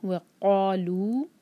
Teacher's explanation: وقالو، قا دو حرکہ، مد تبعی، اور یہ حلق سے پڑھیں گے، یہ قاف ہے. جب ہم قاف ادا کرتے ہیں تو بالکل ہوا کو روک دیتے ہیں ورنہ خا جیسی آواز آئے گی